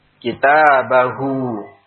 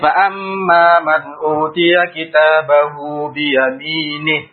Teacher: Kemudian di antara dua harokat, dua huruf yang berharokat yaitu ba dan ba juga, ya, dan bukan setelahnya hamzah. Maka ini adalah mad silah sughra atau qasira, dibaca juga sepanjang dua harokat. Tandanya di dalam mushaf kalau yang berharokat dhammah diletak huruf waw kecil.